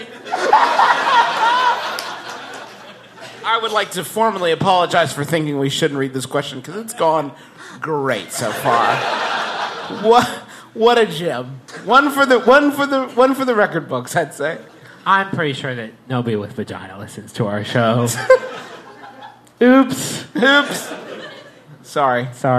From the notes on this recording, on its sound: It's the second part of our recent live show double header in Austin, Texas.